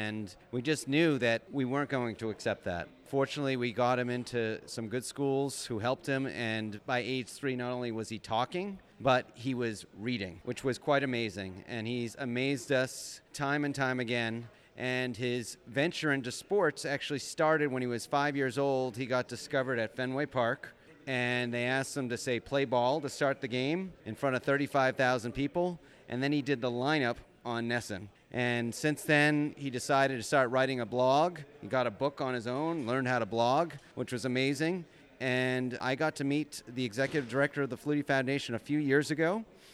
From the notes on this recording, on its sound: At The 2018 Special Olympics USA Games golf event in Seattle. In this short interview.